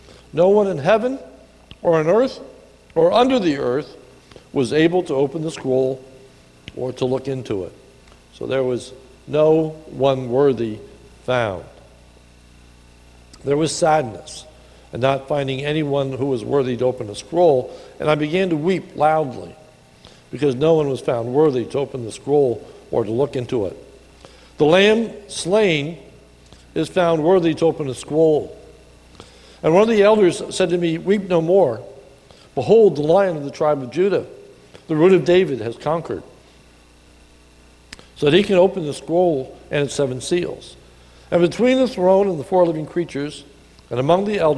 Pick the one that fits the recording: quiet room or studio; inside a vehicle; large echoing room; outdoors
large echoing room